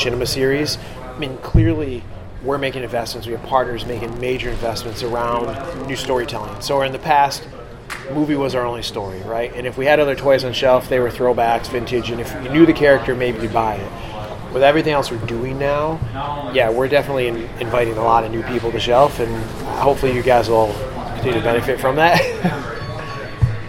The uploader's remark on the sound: Audio from the Hasbro Q&#38;A which occurred after the product presentation Saturday. Transformers Design Team Q&A from Toy Fair 2017. Audio from the Hasbro Q&A which occurred after the product presentation Saturday.